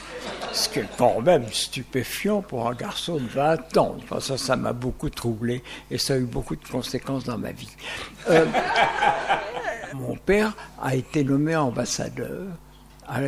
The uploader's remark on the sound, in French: Échanges enregistrés à l&#8217;occasion du déjeuner de l&#8217;avant-garde de l&#8217;Optimisme, le 14 décembre 2015, au CESE